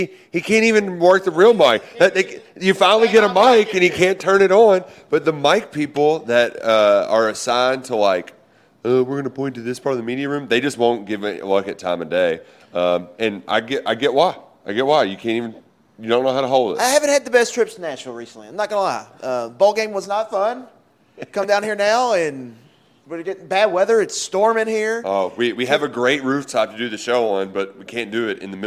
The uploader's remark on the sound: Live from SEC Media Days in Nashville. SEC Media Days have kicked off here in Nashville, Tennessee.